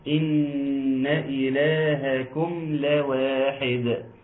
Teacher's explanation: ان النون مشدده وبالتالي تغني مقدار حركتين